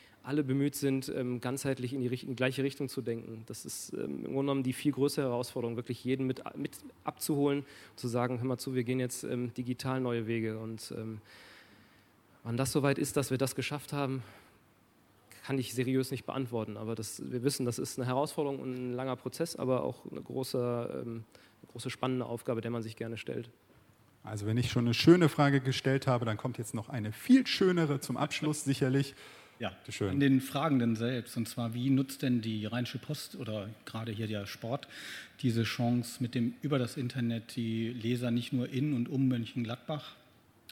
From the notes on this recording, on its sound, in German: 2018 im RP-Zelt beim Campfire-Festival in Düsseldorf.